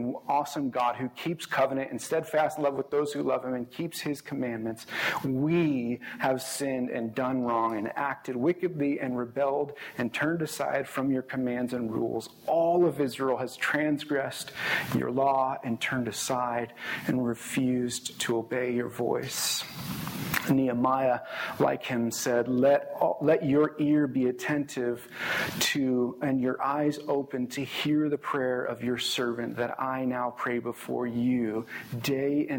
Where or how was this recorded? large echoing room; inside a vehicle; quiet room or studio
large echoing room